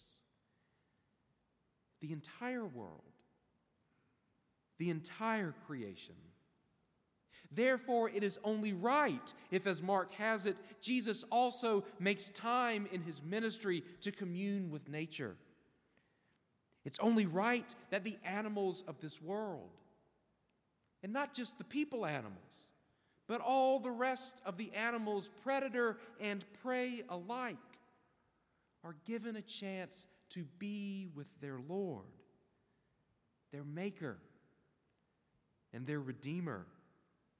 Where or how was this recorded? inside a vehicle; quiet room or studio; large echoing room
large echoing room